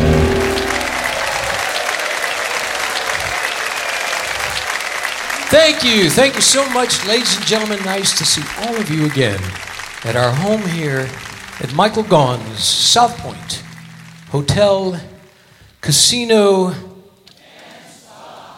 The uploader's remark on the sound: Live at the SouthPoint Casino